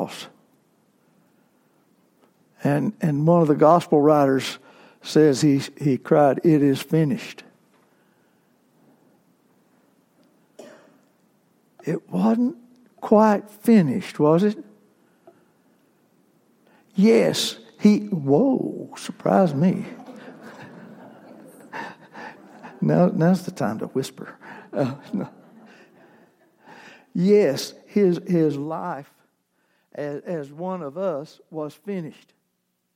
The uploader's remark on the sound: Worship service segments recorded on Palm Sunday, April 14, 2019